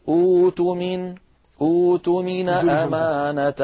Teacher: فنحول الهمزة الساكنة إلى واو · Term: إبدالها واوا